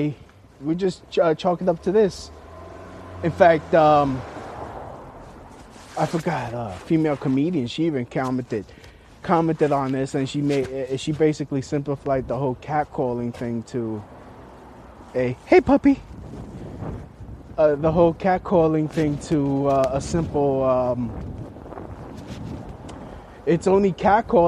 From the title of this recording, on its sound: Walking On My Way To An Open Mic